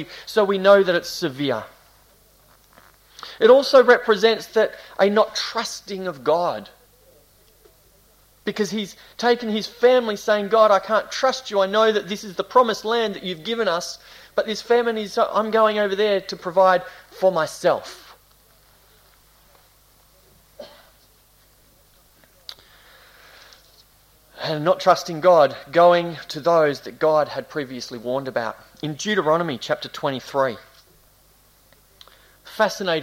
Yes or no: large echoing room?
yes